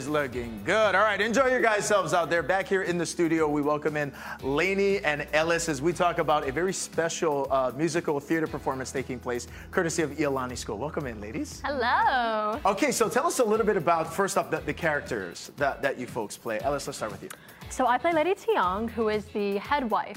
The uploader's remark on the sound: live at a new burger joint in Kaimuki